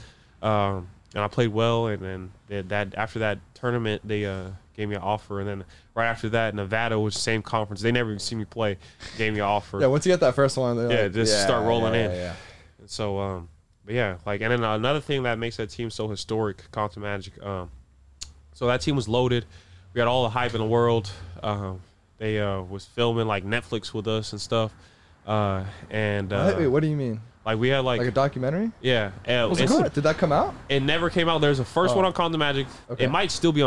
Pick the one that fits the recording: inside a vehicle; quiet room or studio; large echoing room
inside a vehicle